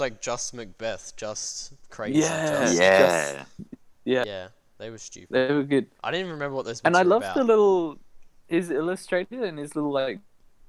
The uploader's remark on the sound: no shortage of talking over eachother and bad internet connection